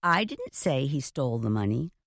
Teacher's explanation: The speaker stressed the word I more than all the other words.